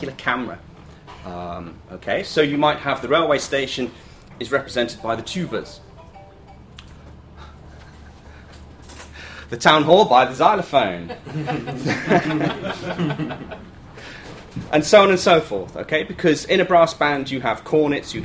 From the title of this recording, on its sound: Friday lunchtime lecture